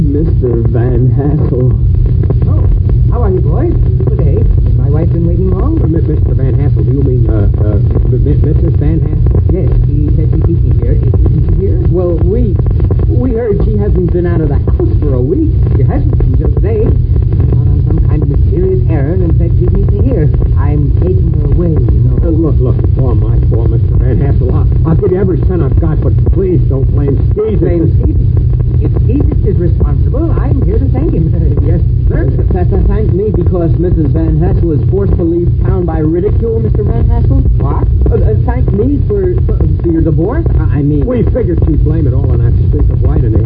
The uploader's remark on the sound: Audio is mushy and weak, hold off until you can listen in a quiet place with headphones.